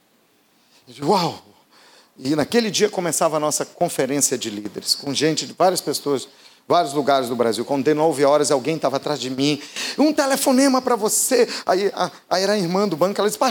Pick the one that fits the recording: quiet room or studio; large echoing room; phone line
large echoing room